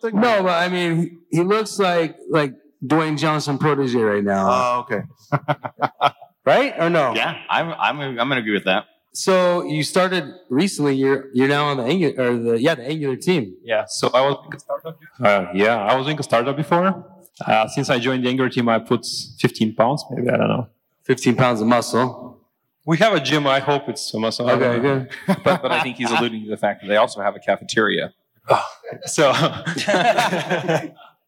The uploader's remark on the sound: This episode of Adventures in Angular comes to you live from ng-conf 2019